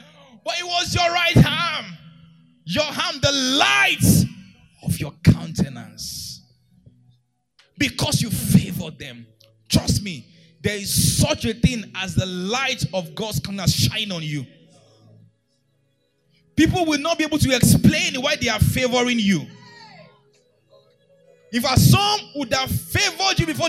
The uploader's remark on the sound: March 13, 2022 2nd Service Gracemade Christian Centre